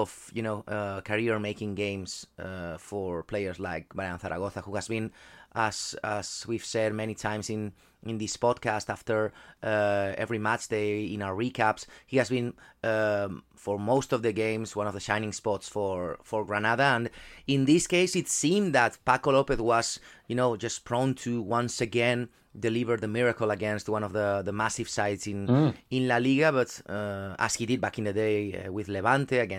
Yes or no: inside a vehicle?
no